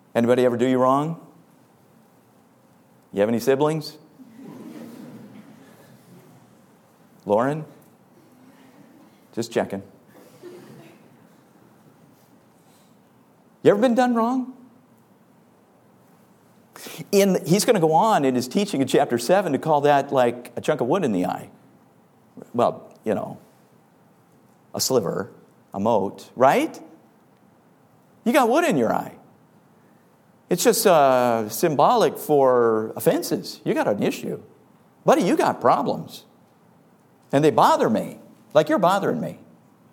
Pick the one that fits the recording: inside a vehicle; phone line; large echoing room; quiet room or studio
large echoing room